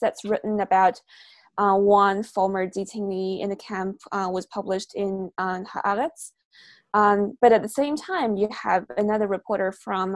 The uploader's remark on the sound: In this La Trobe Asia webinar